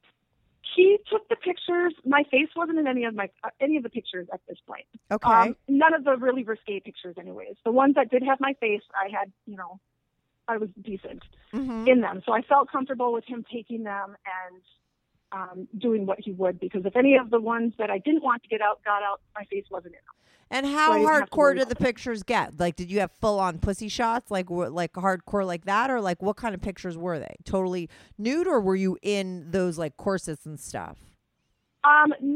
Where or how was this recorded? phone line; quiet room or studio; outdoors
phone line